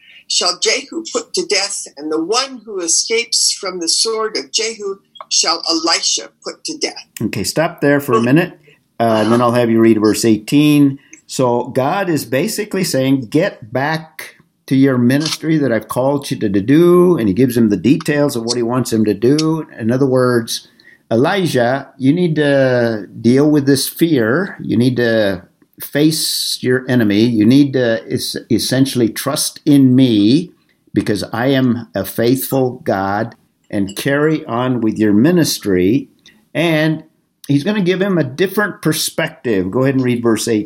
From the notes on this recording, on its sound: This was our Zoom meeting #26